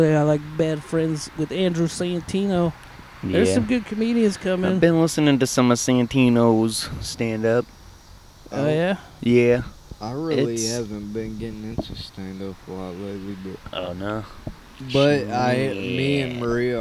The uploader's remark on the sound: We are chillin outside, catching some rays and talking shit.